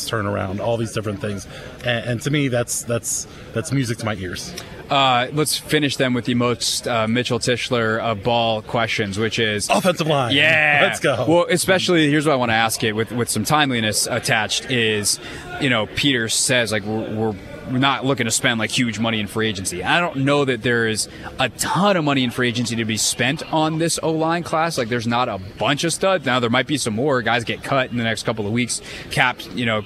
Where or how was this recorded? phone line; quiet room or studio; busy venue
busy venue